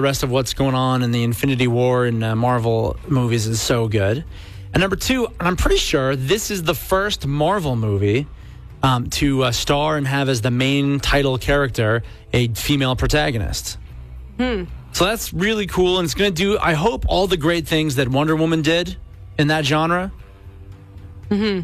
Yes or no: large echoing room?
no